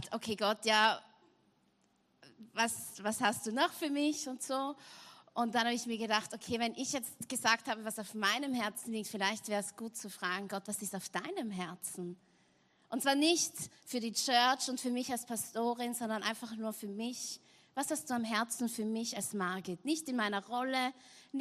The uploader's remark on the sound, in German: Gottesdienst live aus der LIFE Church Wien.